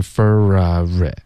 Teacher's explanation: 丢了一个 r 的音，你发成 fora，应该是 for ar